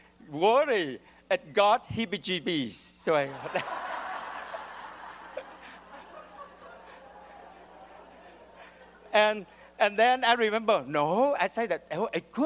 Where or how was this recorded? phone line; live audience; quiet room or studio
live audience